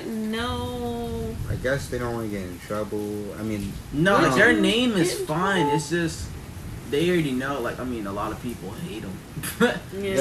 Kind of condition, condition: fault, background noise